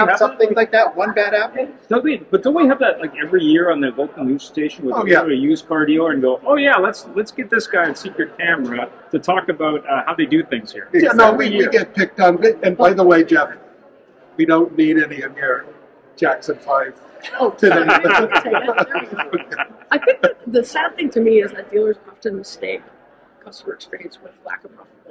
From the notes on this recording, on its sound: This special "Ambush Interview" from Driving Sales 2022 in Las Vegas.